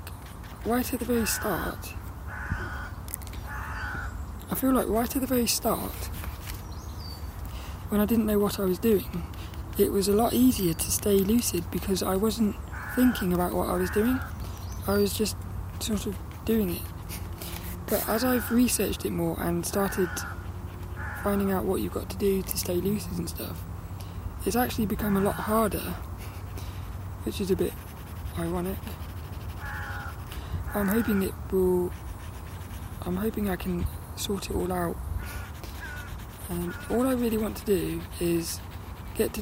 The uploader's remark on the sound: do a bit of sketching outside at Saltrum, before my lead runs out